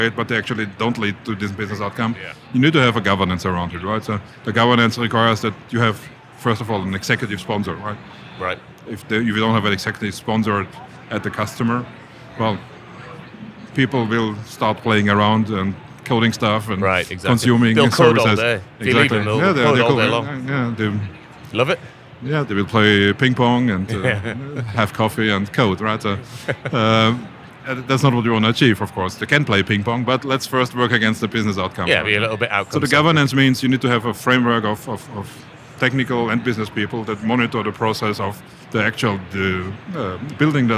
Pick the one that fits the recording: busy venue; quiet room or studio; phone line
busy venue